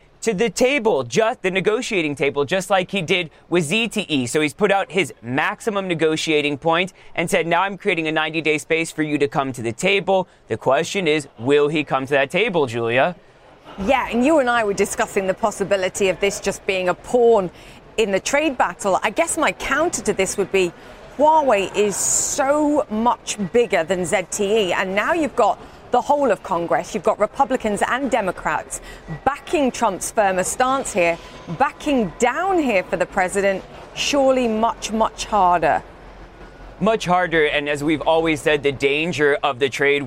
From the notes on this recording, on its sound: live at the New York Stock Exchange